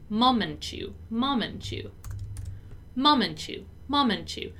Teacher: moment, which ends with T, and the word to, which begins with T, right? So we link them together and we say them as if they were only one word.